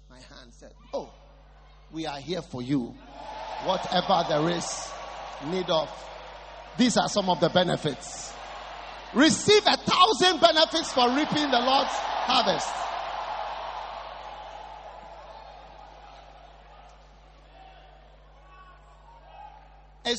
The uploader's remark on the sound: Preached at the first night of the 'Q4 Easter Convention' at The Qodesh.